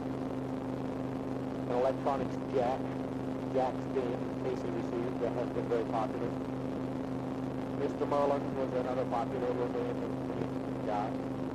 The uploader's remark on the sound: Driving Home from Work. Poor Audio Quality.